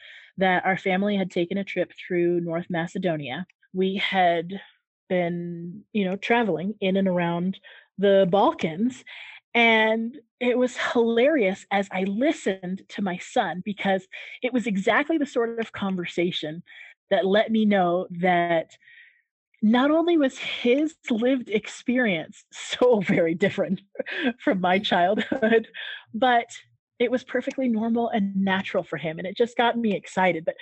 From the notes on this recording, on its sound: Our cooking chat via our zoom call was an informal exchange of cooking information between two people.